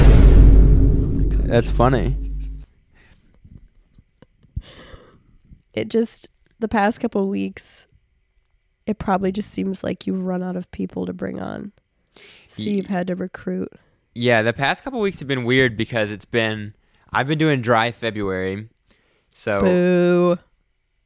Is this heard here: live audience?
no